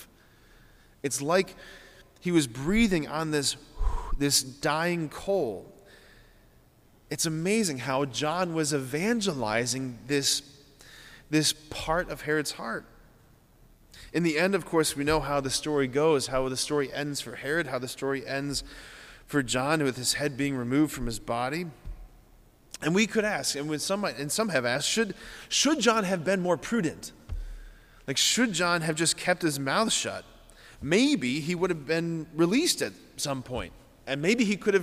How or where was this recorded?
large echoing room